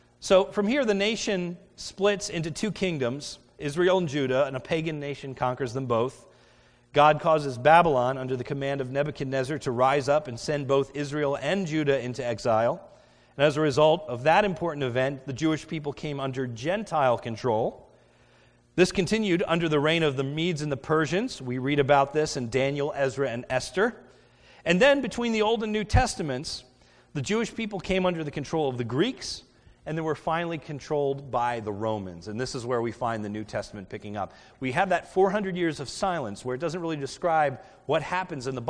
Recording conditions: large echoing room